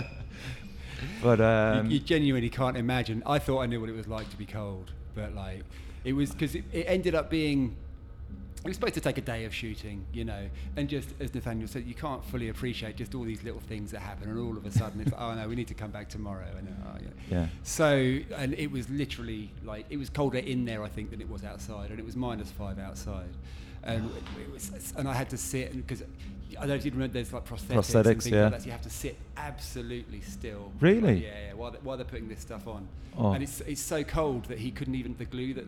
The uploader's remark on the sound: at Monolith Festival 2019, Cyprus Avenue Cork